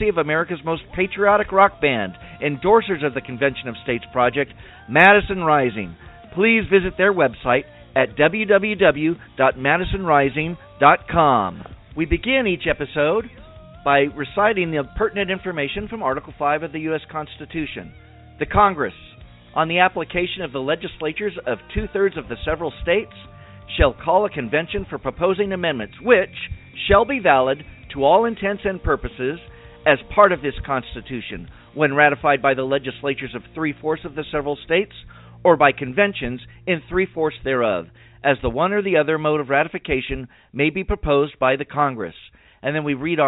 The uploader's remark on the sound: save some time for phone calls